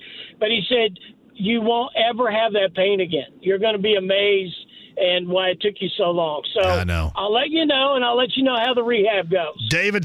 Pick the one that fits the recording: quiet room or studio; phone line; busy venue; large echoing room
phone line